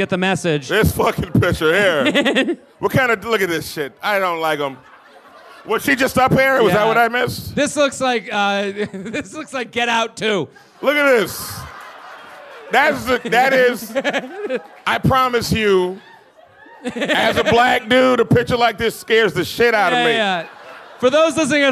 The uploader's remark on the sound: LIVE From Laugh Boston